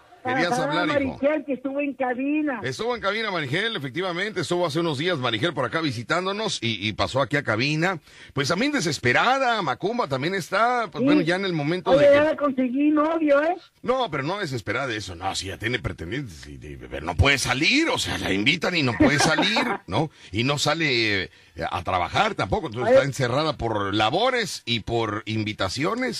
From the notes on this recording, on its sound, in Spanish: En la Fiera Veracruz. Las llamadas del público que participan en el programa.